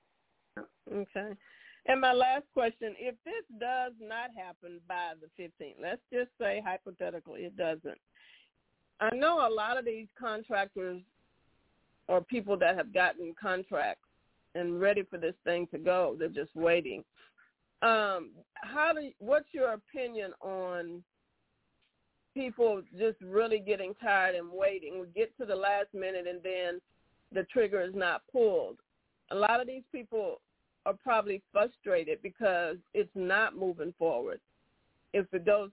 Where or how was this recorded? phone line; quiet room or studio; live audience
phone line